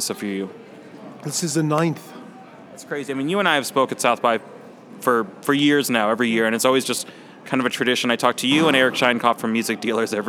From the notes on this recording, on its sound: Recorded at SXSW 2016 on Monday, March 14th, for Chicago Inno, #ChicagoMade, and Dynasty Podcasts.